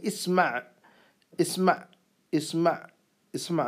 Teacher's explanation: عین کی آواز ہے یہاں پر حلق سے نکلے گی یہ آواز